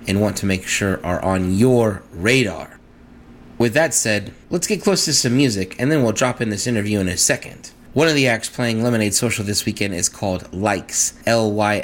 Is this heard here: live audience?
no